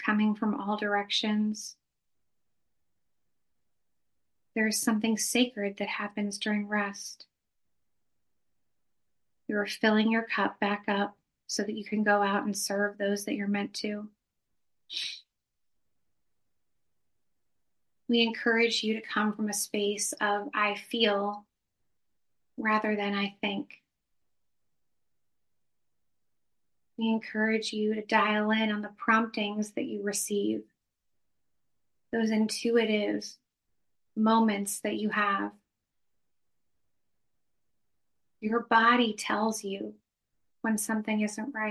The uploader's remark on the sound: Bonus Episode - From Zoom Healing Session. Recorded during a profound healing session via Zoom.